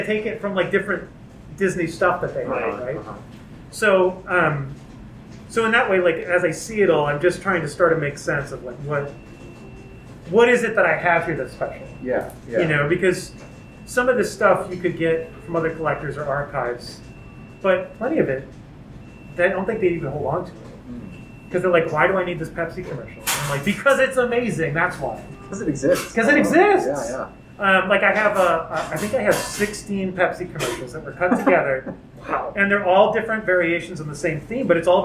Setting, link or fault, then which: fault, poor sound quality